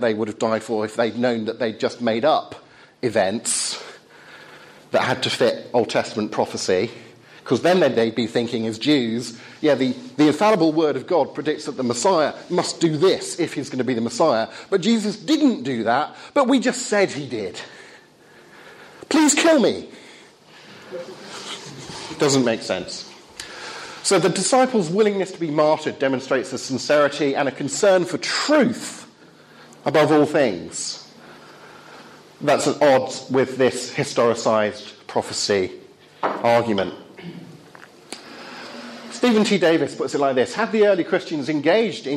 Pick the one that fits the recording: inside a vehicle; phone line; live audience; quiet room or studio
live audience